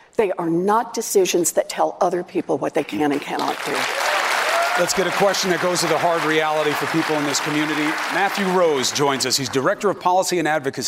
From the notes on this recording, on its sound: answers questions during a live town hall